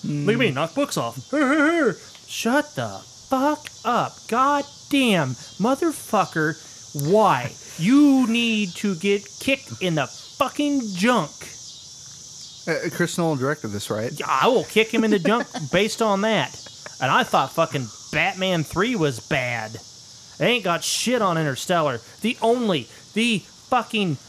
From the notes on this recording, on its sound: This was recorded outside while making beer. It's balls ass hot, like heat index of 110, and the cicadas serenade us throughout.